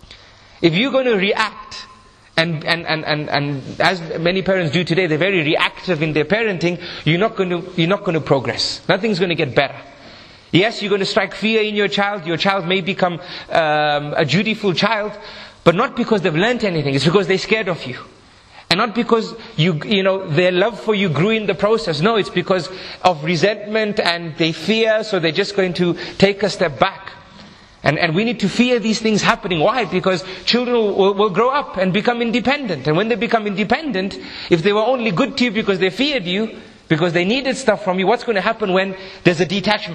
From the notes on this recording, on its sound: This is a recording from a 3 part seminar. Held in Harare Zimbabwe in August 2015.